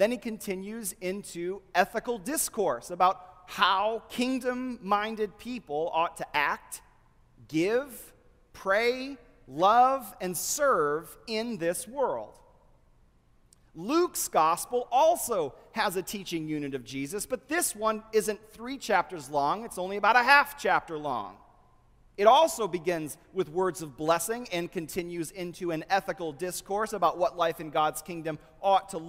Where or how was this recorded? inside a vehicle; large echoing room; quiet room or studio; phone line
large echoing room